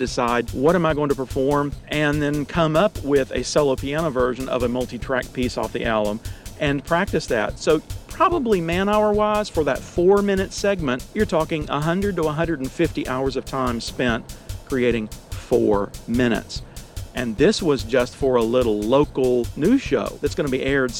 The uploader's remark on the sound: in my car, again!